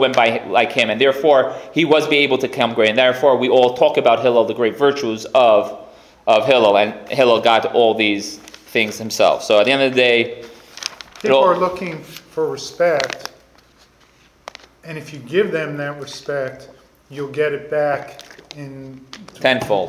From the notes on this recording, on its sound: Recorded live at The Torah Center ATL